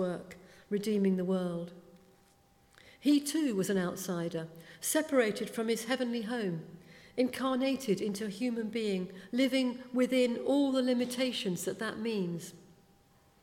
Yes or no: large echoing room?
yes